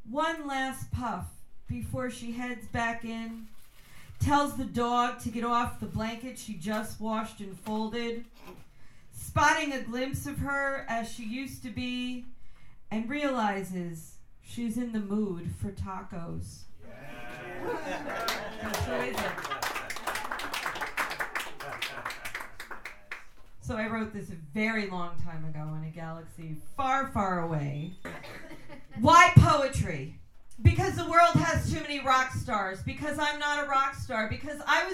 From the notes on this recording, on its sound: at the Poets Speak Loud poetry and spoken word open mic on January 28, 2019, at McGeary's in Albany, NY